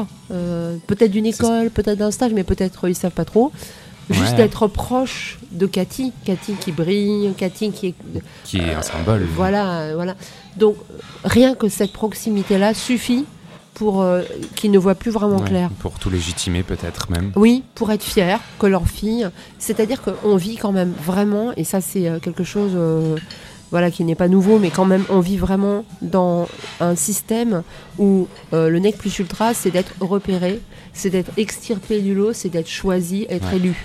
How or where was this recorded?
busy venue